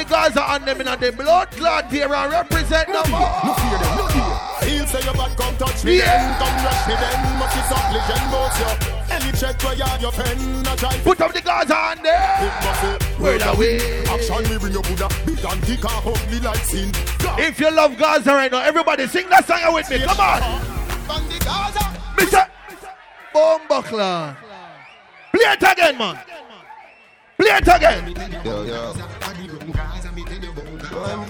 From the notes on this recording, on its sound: LIVE AUDIO FROM AUGUST 1OTH